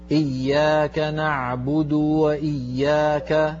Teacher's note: أيضا الواو في وإياك ضم الشفتين